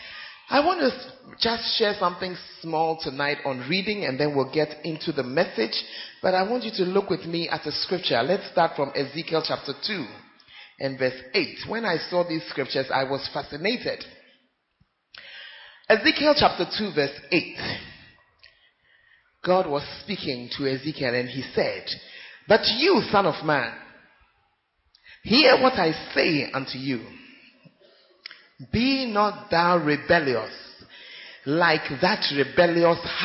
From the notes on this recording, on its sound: Preached At Central Assemblies Of God, Ho.